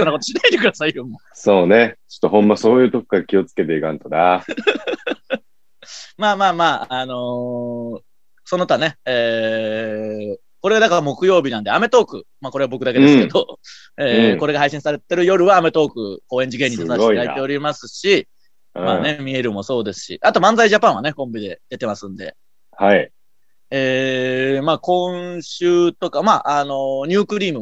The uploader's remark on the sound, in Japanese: 今週は外に出かけようと思っていましたが、土砂降りなのでまたzoomです。